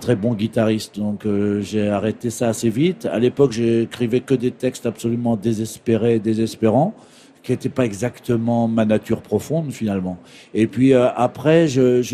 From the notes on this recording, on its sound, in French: En direct du Salon du livre de Paris